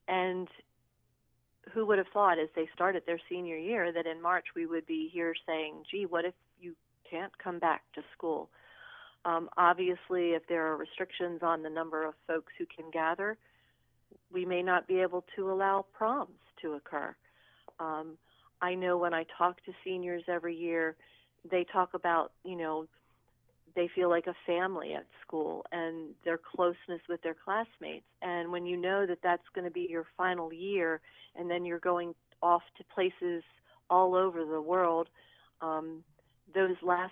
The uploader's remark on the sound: by phone